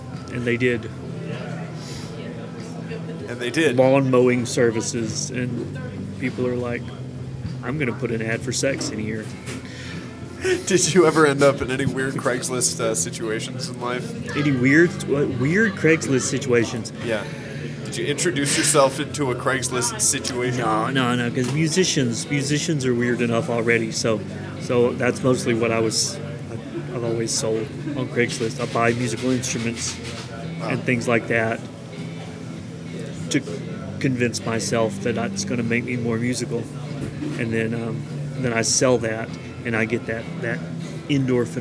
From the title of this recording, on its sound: Live at Starbucks